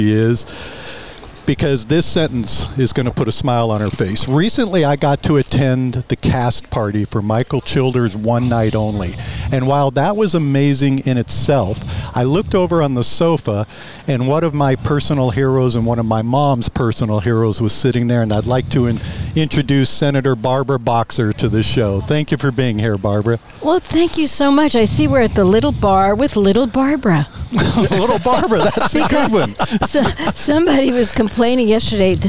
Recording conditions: outdoors